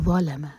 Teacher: ذو کے لیے ہماری زبان اوپر والے دانتوں کو ٹچ کرنی چاہیے، پیچھے سے زبان اٹھائیں گے اور منہ بھر کر پڑھا جائے گا. ظلم، ذو ہیوی، لام لائٹ، میم لائٹ.